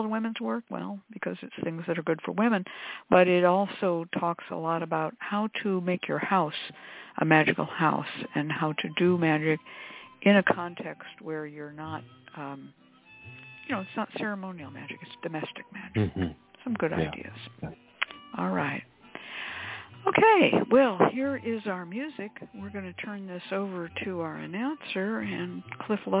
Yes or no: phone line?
yes